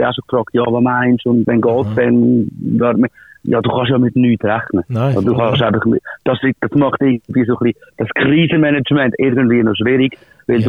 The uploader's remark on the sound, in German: Die Spezialausgabe mit diversen Gästen am Telefon.